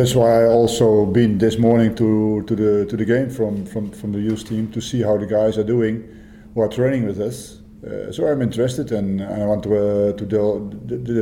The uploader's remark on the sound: Hyundai A-League 2019/20 Round 9. Pre-Match Press Conference.